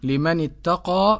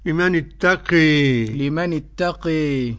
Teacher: وقرأ حمزة والكسائي وخلف العاشر بالإمالة الكبرى · Shown in: second take